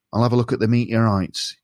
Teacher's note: Placement means where you feel the sound is being made. And when I speak like Carl, the placement is a lot more nasal.